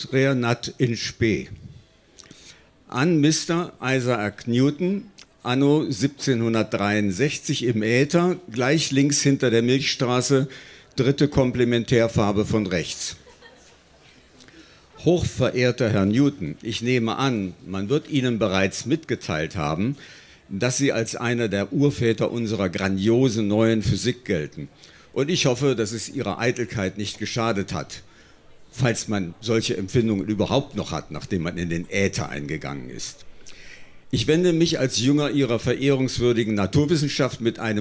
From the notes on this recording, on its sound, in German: Auswahl der Beiträge von der „texte von gestern“-Liveshow am 30.06.2019 im frannz Biergarten, Berlin. Heißen Dank an den frannz Biergarten, unser tolles Publikum.